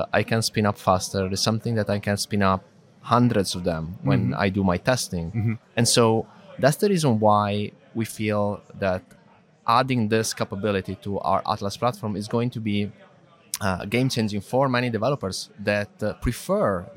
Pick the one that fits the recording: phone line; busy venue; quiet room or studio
busy venue